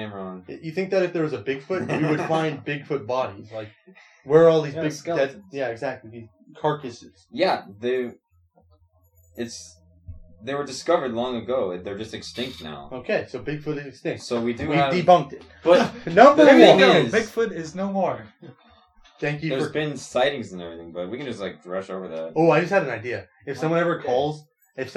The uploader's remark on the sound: Sorry for the bad audio we had some mic trouble.